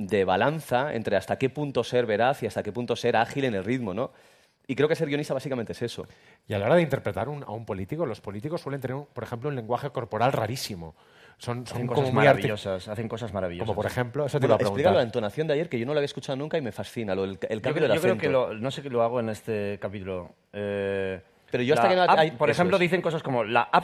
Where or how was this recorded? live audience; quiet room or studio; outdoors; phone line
live audience